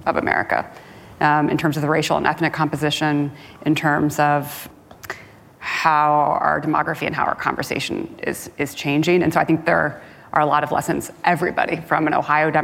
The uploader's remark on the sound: Live at Code 2019